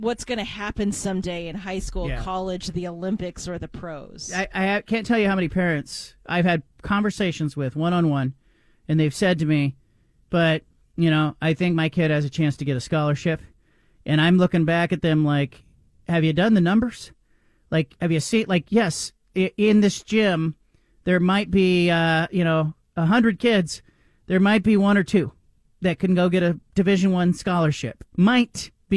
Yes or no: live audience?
no